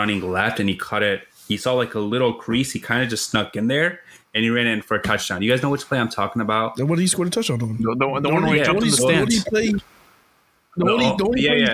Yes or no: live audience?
no